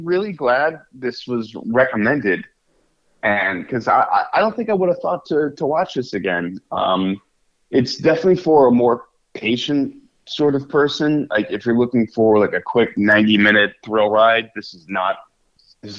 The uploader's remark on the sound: This episode is straight from the Necro Phone voicemails and recommended by the listeners.